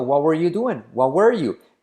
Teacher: la T de what decae, ¿vale?